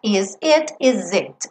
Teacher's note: Esse S ganha o som de Z porque eu vou ligar numa vogal.